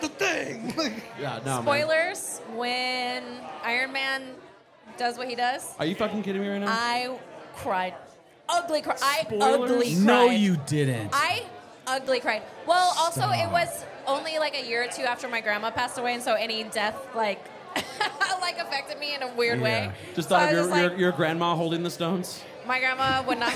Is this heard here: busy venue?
yes